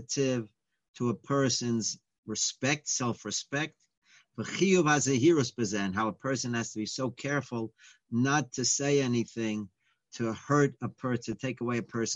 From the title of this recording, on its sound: Live On Zoom